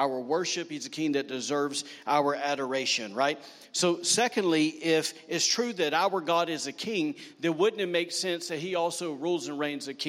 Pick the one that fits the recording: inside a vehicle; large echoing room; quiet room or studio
large echoing room